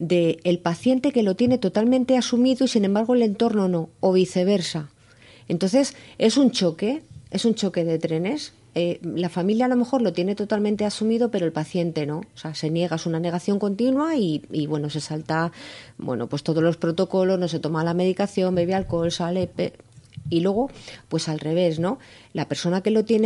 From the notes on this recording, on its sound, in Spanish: (por teléfono)